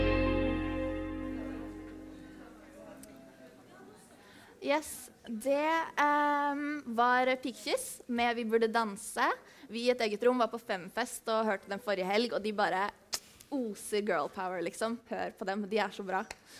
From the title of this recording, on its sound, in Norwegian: Live fra HumSam 8.mars